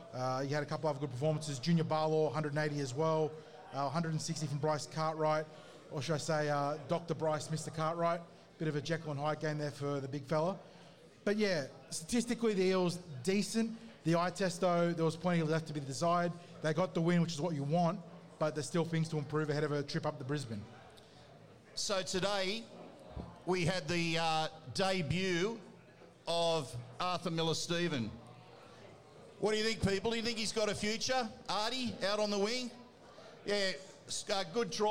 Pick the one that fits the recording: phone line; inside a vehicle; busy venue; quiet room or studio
busy venue